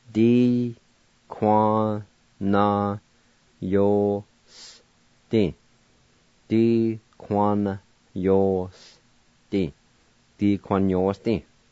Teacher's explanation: The A with the N is silent in this word.